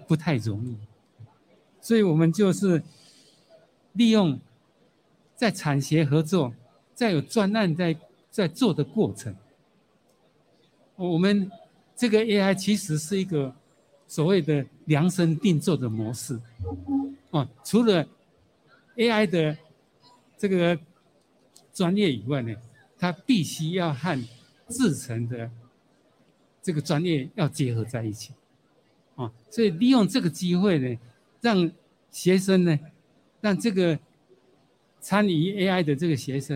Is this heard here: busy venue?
yes